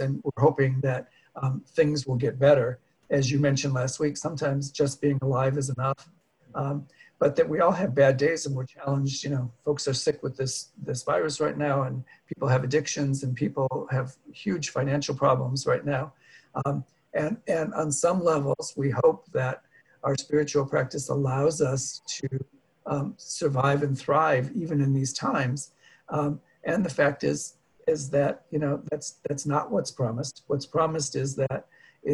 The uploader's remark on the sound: Dharma talk via Zoom